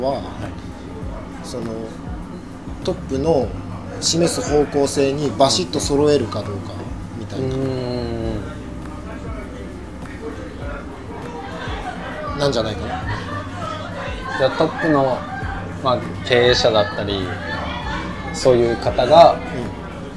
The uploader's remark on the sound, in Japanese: 焼肉屋さんで突然の収録で騒がしいですが、そんな場だからこその熱い談義になりました。